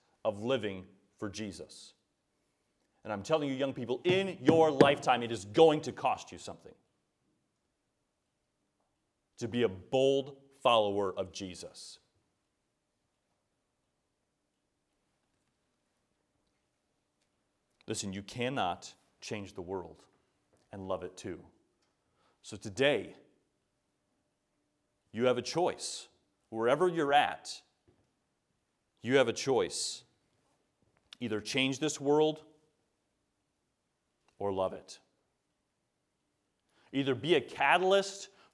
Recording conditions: large echoing room